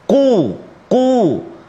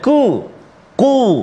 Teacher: tempat keluar ataupun makhraj huruf qaf di pangkal lidah kita · Shown in: first take